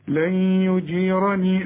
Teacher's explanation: النون بعدها الياء، الياء من حروف الإدغام، عاوزين غنة